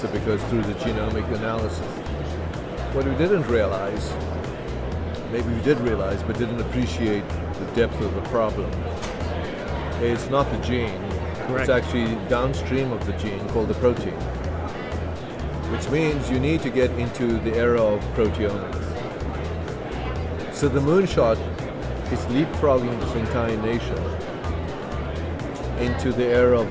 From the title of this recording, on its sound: LIVE from #HiMSS16